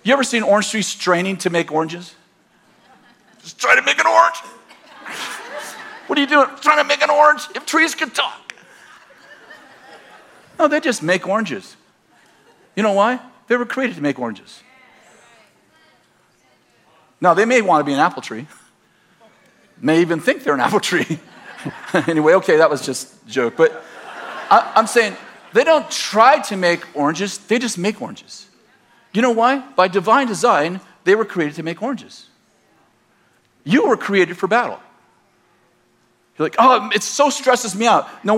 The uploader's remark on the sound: In this message from June 23rd, 2019, at Bethel Church in Redding, CA